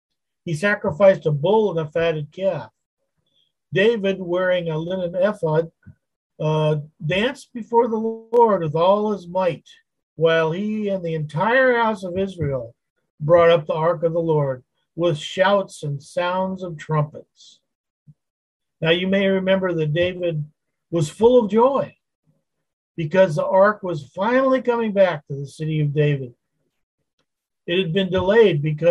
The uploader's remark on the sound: Wednesday Zoom study